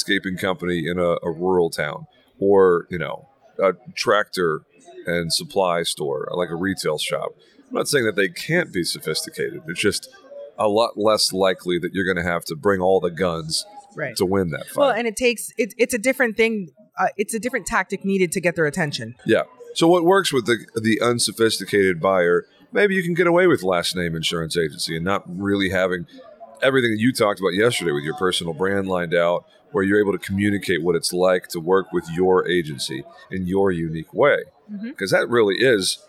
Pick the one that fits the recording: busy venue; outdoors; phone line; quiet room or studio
busy venue